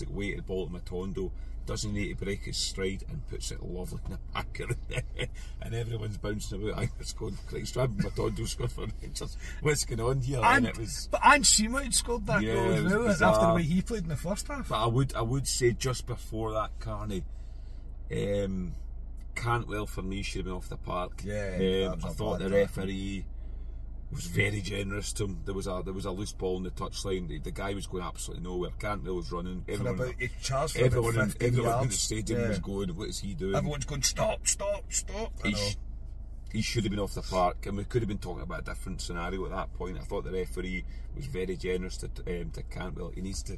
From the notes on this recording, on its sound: bring reaction from the car